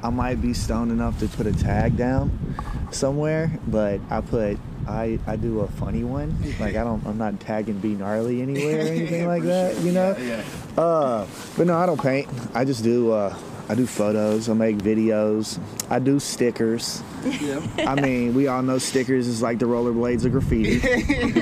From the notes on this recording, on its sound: Sorry for the wind but that view though.